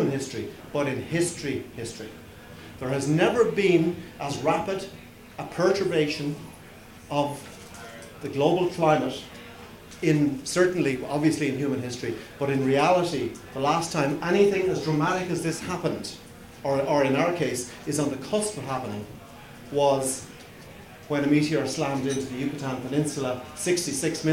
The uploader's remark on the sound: I am bringing you a recording of a talk. The talk was recorded during the March Green Drinks event hosted by The Dublin Branch of The Irish Wildlife Trust.